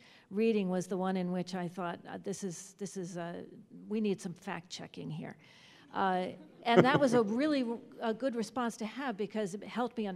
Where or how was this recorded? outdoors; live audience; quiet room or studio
live audience